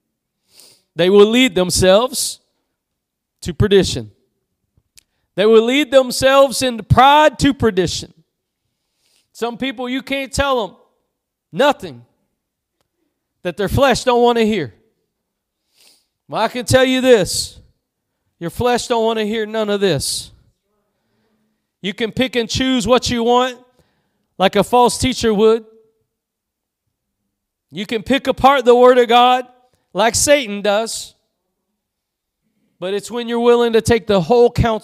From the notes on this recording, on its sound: Preached at Gospel Lighthouse in Bossier City, La.